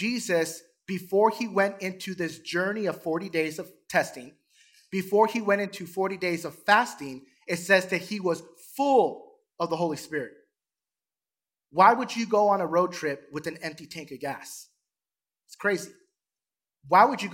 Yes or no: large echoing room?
yes